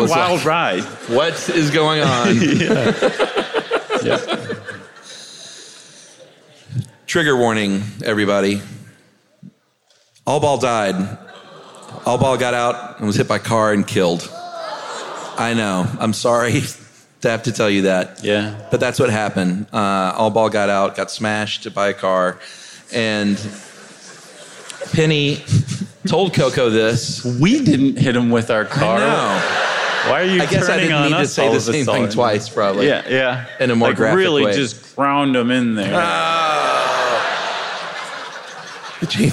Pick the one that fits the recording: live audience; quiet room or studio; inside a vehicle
live audience